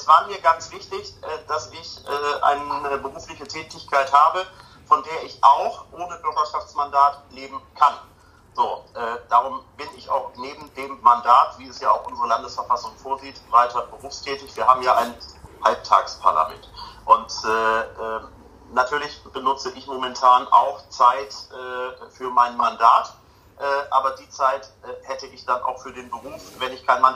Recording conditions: phone line